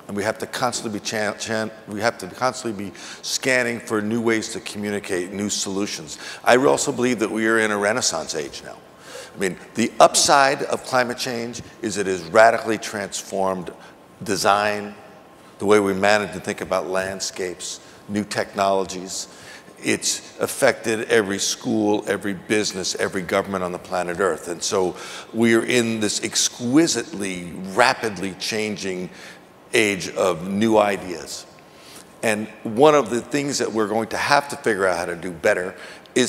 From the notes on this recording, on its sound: The best of live interviews from GreenBiz events. On stage together, for the first time.